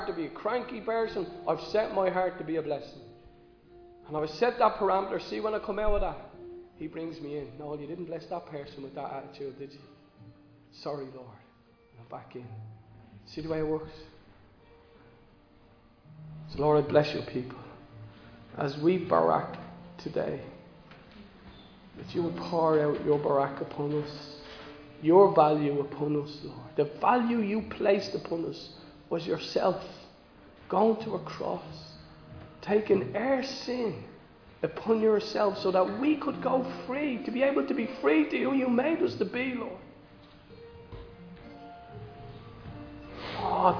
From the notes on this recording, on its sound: Recorded live in Liberty Church on 29 May 2022